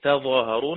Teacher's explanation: ومن قرأ بالتجديد أضغم التاء الثانية في الظاء، أضغم التاء الثانية في الظاء، إضغام تاء في الظاء، تظاهرون حذف منهم تاء.